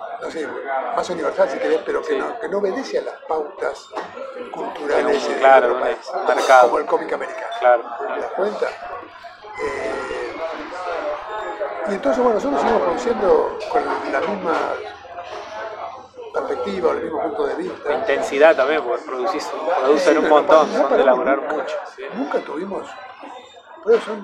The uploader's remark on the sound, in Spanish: Disculpas anticipadas por el ruido de fondo, pero también se disfrutó mucho compartir un café con esta leyenda.